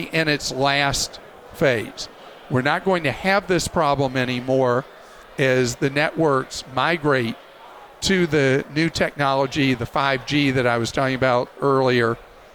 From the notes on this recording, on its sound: LIVE from CES.